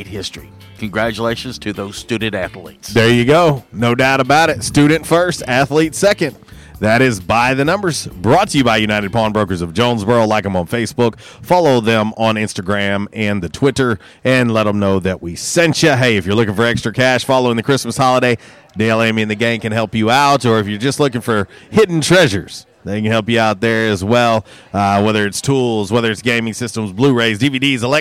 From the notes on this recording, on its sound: Was a “Women Rock Wednesday” LIVE from YesDog Grill! On The Ticket 95.3 Fm/970 AM, Ritter Communications Tubetown 21!